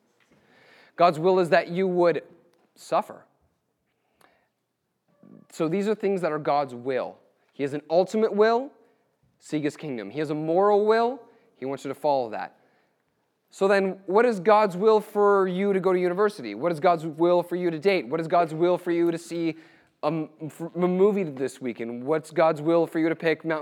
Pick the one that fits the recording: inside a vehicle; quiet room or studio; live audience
live audience